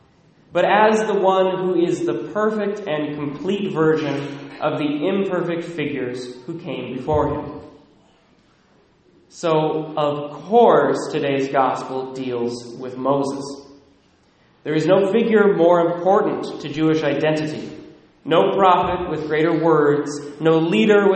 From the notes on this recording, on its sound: Recorded at Immaculate Heart of Mary, Sedro-Woolley